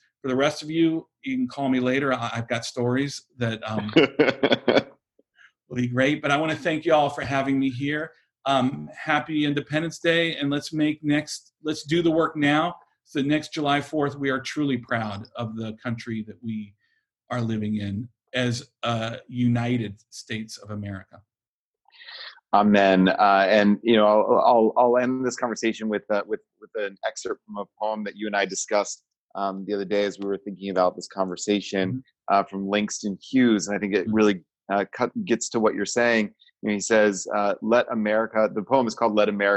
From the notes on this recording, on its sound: Recorded at Temple Beth-El’s virtual Shabbat morning gathering. Is recorded during virtual gatherings of Temple Beth-El in Richmond, Virginia.